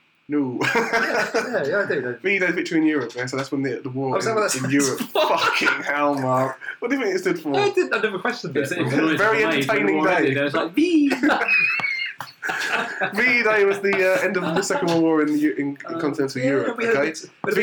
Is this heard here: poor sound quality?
yes